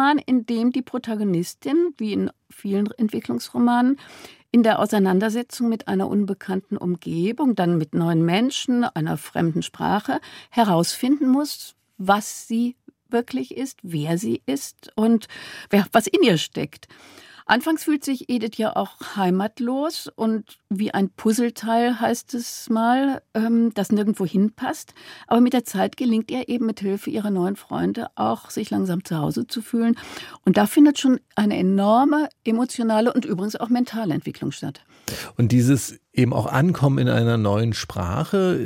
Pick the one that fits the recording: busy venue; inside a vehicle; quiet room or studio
quiet room or studio